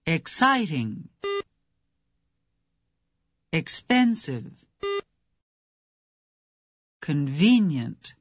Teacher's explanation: The next adjectives you hear are all stressed on the second syllable.